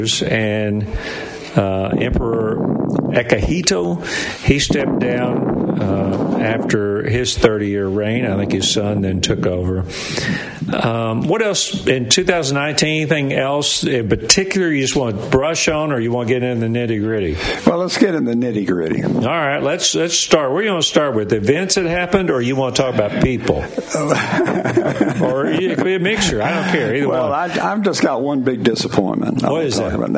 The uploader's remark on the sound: LIVE from Ruby Falls on Lookout Mountain in Chattanooga!